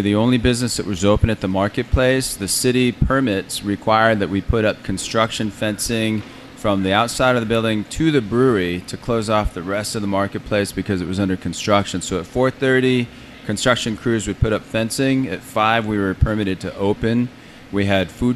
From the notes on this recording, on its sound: The Modern Eater Show live from the Stanley Marketplace! This unique brewery is in the heart of the Stanley!